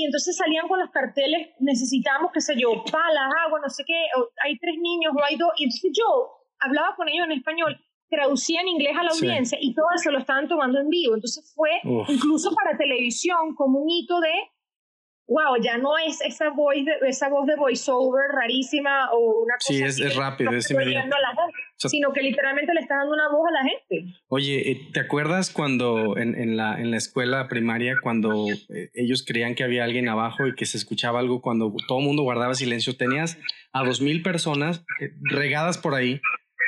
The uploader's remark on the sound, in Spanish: En este episodio se presentaron algunos inconvenientes tecnicos con el audio